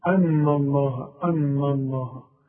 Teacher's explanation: رقق النون وفخم لفظ الجلالة · Term: لفظ الجلالة مفخم